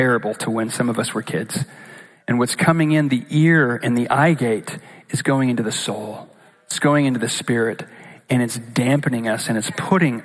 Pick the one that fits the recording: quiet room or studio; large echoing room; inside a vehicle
large echoing room